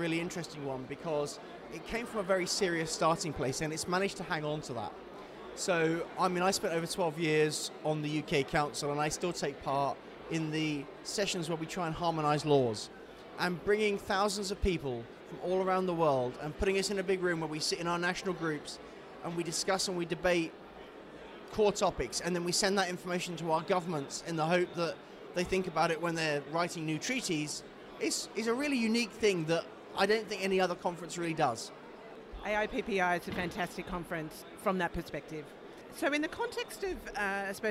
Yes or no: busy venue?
yes